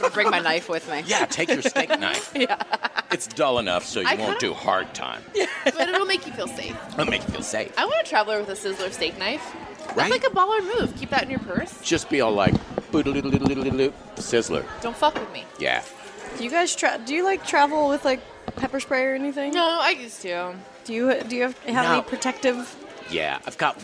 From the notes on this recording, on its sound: LIVE from The Sizzler in Eagle Rock, CA